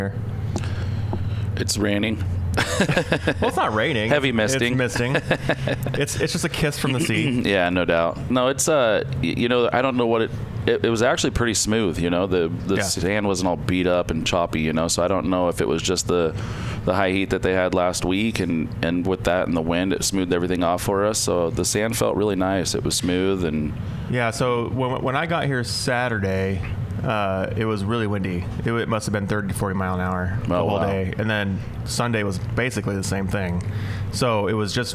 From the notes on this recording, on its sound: we are live in the Offroad Syndicate trailer at UTV Takeover Coos Bay, OR